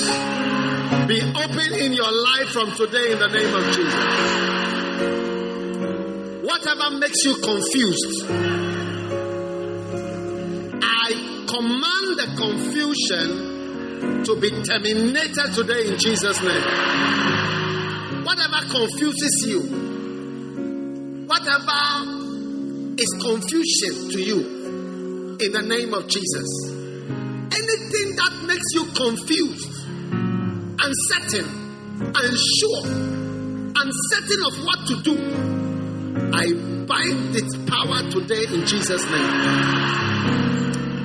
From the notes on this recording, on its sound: Preached at the First Love Center.